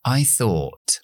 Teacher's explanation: Esa palabra thought es una O larga o y una T al final. I thought. You, como tengo you justo después de la T, tengo dos opciones.